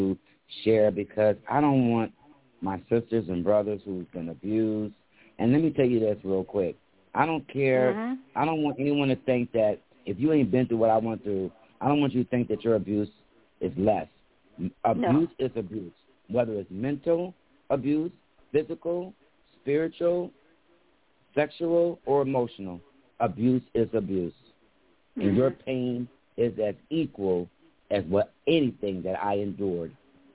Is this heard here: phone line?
yes